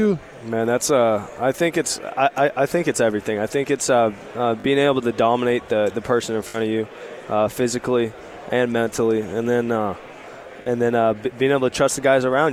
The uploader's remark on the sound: Live from Pac-12 Media Day.